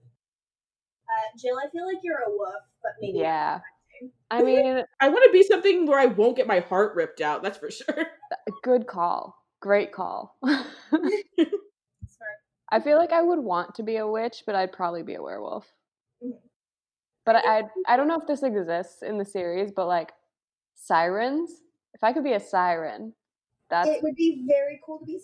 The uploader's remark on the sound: AUDIO WARNING*** None of us sound great on this episode, audio-wise. For reasons we all understand and have since fixed.